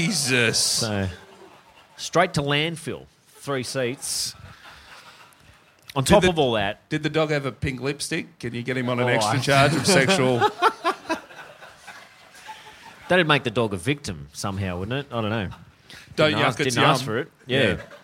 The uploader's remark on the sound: The boys are live in Sydney once again.